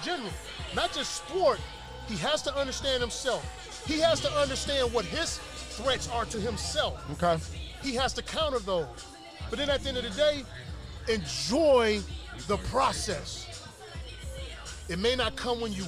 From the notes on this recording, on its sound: Live from Sound Mind Sound Body